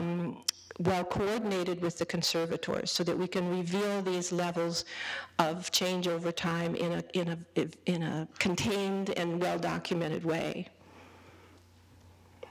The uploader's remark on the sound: A part of the 2010 "Great Discoveries Lecture Series" held at the Penn Museum.